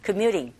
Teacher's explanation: u라는 모음과 e라는 모음 사이에 껴있어서 t 사운드가 flap 현상에 의해서 r 소리에 가깝게 들려지게 됩니다